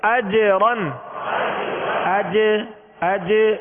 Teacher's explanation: جیم پر قلقلہ کریں گے، اور قلقلہ کا معنی ہے جنبش، لوٹتی ہوئی آواز کو قلقلہ کہتے ہیں.